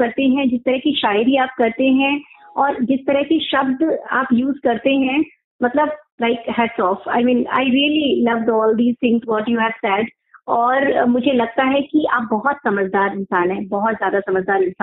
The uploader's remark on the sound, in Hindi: Sound quality ke liye khed hai